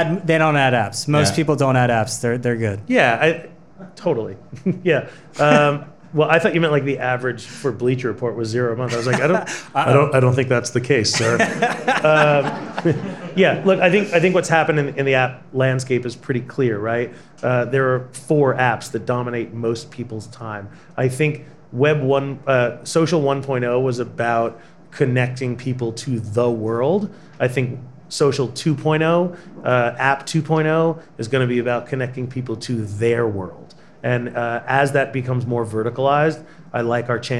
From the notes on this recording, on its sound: At a Digiday Live Podcast event on Jan.